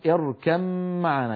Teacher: يدغمون الباء في الميم يعني يحولون الباء إلى ميم وينطقون ميما مشددة